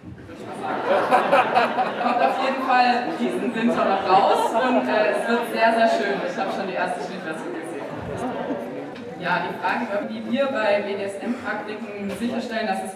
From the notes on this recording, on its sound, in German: Ein Mitschnitt vom Q&A. Bei der Indie Porn Night, dem letzten Abend vorm erzwungengen erneuten Lockdown des aka filmclub.